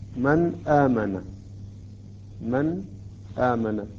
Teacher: لاحظوا كيف أنا أظهر النون، لا أدغمها ولا أتأخر على النون